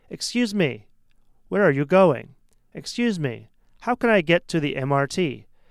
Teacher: So there should be a short pause after you say excuse me.